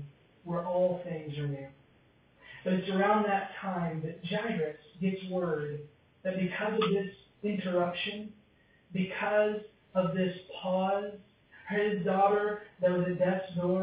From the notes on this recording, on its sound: Because the audio quality is not as strong.